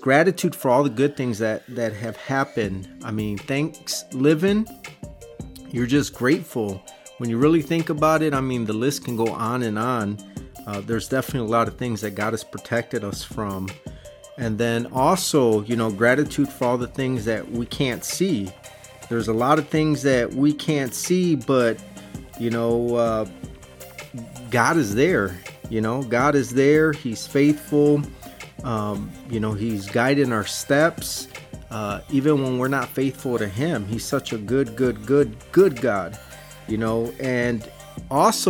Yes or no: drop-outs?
no